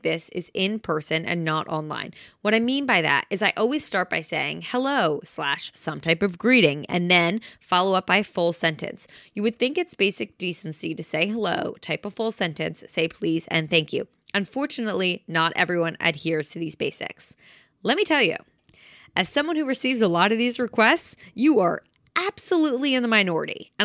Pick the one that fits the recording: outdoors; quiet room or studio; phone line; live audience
quiet room or studio